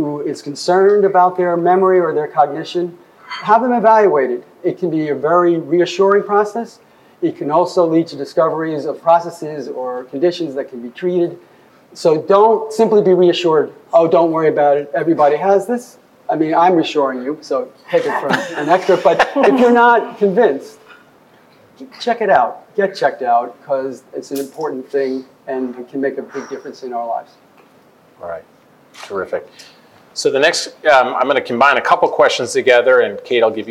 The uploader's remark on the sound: Recorded live on June 5, 2019, a panel of experts.